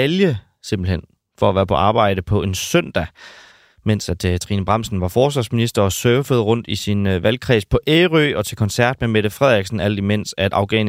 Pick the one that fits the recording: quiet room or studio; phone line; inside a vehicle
quiet room or studio